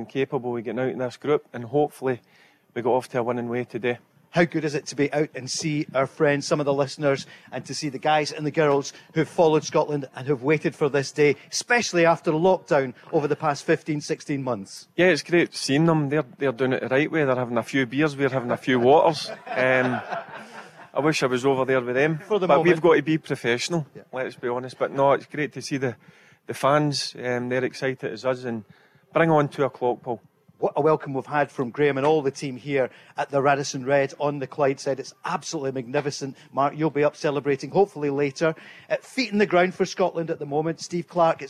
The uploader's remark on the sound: Live from The Radisson Red in Glasgow on The Go Radio Football Show.